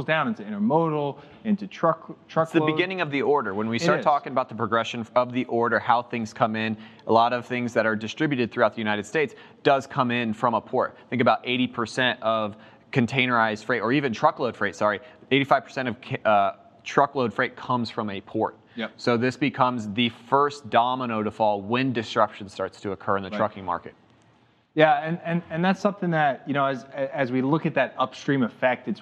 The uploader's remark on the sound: Live from Global Supply Chain Week